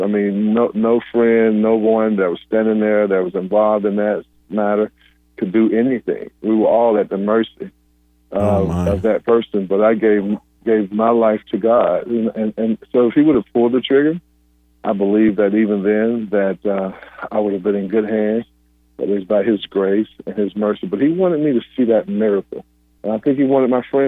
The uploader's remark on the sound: Callers call in to share their stories, and uplifting messages. The Christian Car Guy Radio Show.